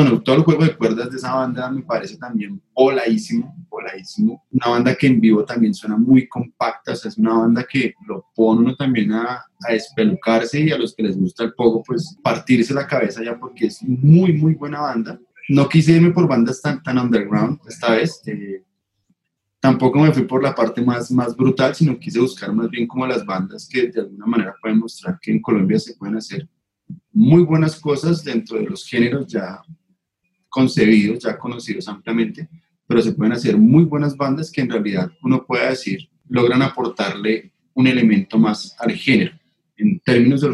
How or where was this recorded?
video call